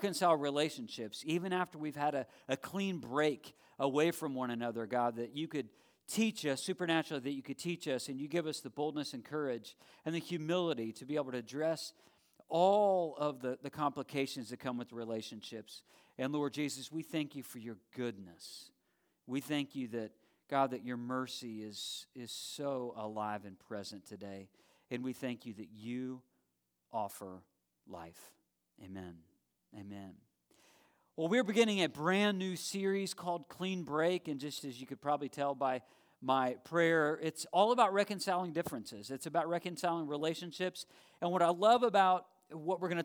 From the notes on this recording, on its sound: live stream of our Sunday worship gathering at Dublin Bible Church